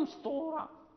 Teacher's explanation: مثلا مسطورة، نقول مسطورة، لا بد من لأنهما من مخرجين يعني متقاربة، لا بد من إعطاء كل حرف صفته، فالسين ليس فيه إطباق وليس فيه استعلاء، والطاء فيها الإطباق وفيها الاستعلاء